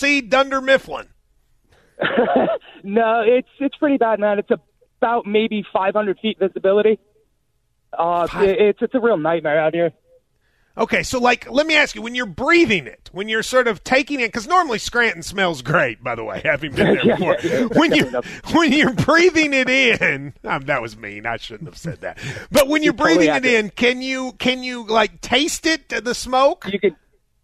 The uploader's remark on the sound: we continue to go to the phone lines